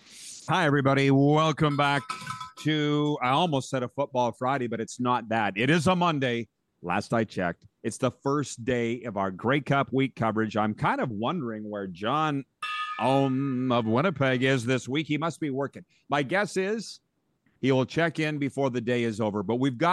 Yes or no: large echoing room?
no